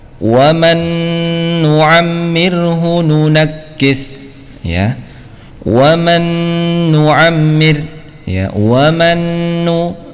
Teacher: nun yang pertama dimasukkan ke dalam nun yang kedua sehingga nun yang kedua bertasdid, ya, dengan dengung, dengan ditahan dua harokat dengungnya · Term: idgham bi gunnah